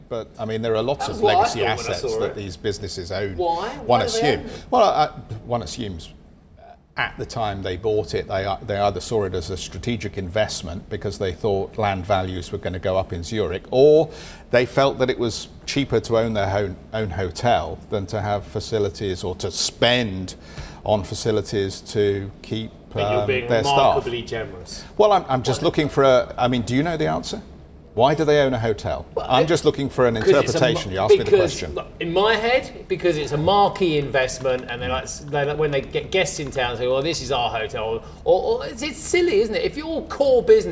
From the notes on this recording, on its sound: We are live in Prague at the inaugural summit of the European Political Community